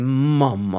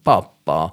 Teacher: Alltså M, B och P. De är alla tre bilabiala.